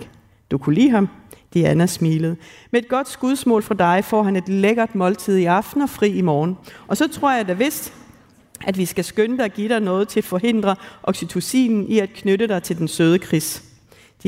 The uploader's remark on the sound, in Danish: Live-special fra Ordkraft. Som er optaget på litteraturfestivalen Ordkraft i Aalborg.